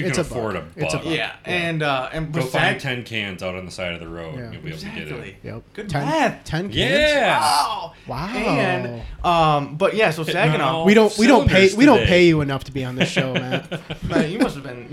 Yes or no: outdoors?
no